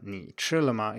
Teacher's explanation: So for example, if you learned the word ni as a dipping tone, like I said it now, ni, you might be a bit perplexed as a beginner because in this sentence, ni chilama, uh, ni is just a low tone, ni chilama, it isn't a dipping tone at all.